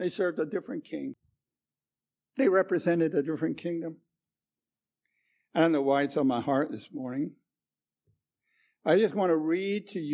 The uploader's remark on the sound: Recorded 10/09/2016 at Christ Church Anglican